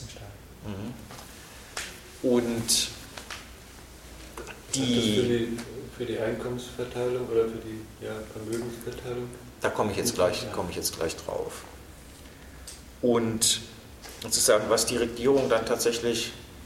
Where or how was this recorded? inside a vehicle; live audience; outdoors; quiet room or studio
live audience